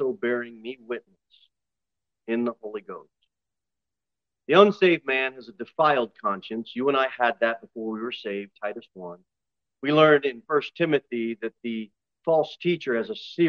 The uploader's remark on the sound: Sermon delivered at Pilgrim Baptist Church on Sunday, July 16, 2023, at 11:15 am. Jere Whitson Rd.